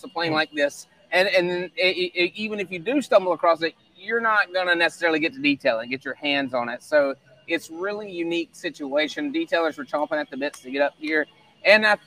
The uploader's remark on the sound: Play by Play is coming to you live from Day 1 of the Falcon One Project.